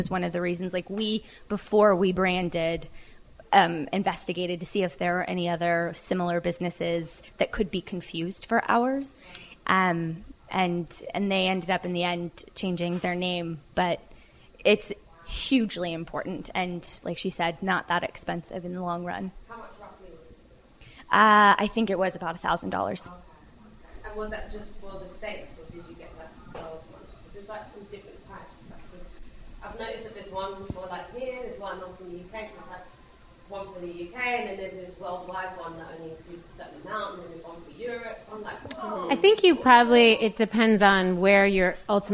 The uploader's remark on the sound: From our first live LIBERTY Sessions in Los Angeles.